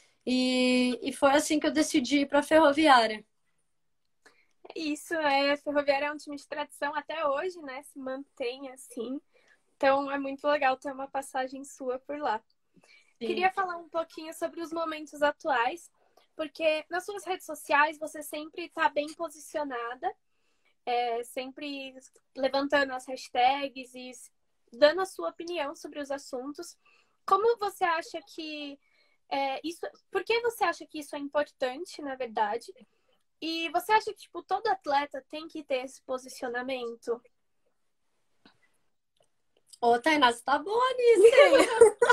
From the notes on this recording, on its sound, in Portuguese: Rolou uma live no meu instagram